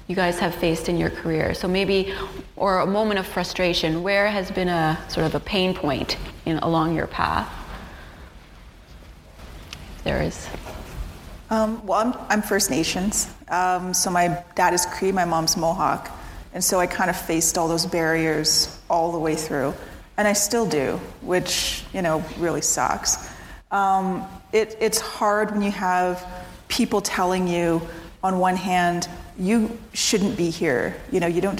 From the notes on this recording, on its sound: a panel discussion recorded at the Perimeter Institute on March 8th for International Women’s Day